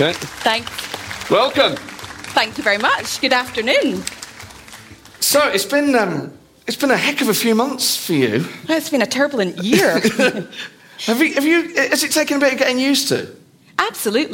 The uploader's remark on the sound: LIVE at the Edinburgh Festival